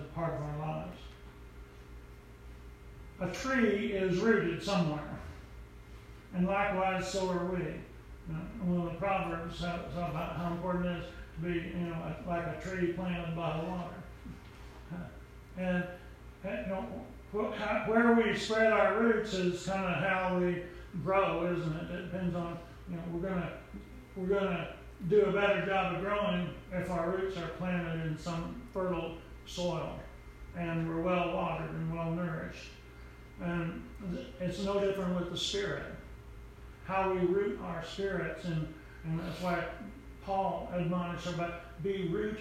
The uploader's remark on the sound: Preached at Briensburg UMC